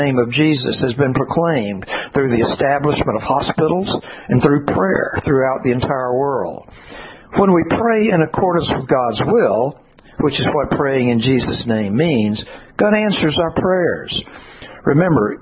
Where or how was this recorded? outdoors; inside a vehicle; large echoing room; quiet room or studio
large echoing room